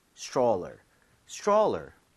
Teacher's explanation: 읽을 때 여기 tr mom 이렇게 되면 얘가 t하고 r을 충돌을 하면서 치읓 비슷해집니다. 그래서 스트롤러가 아니라 입 모양을 좀 모으면서 stroller 이렇게 해서 발음을 해보는 거예요